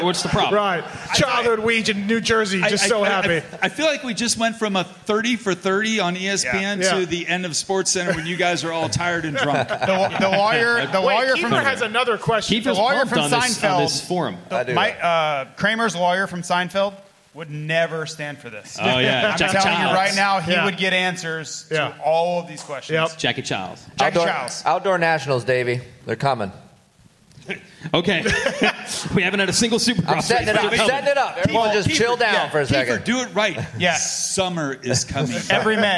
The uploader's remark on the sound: Pulpmx/Racer X LIVE Podcast Show from Segerstrom Center for the Arts in Costa Mesa. We did it again, the second ever Live Pulpmx/Racer X podcast show from Segerstrom Center for the Arts in the OC.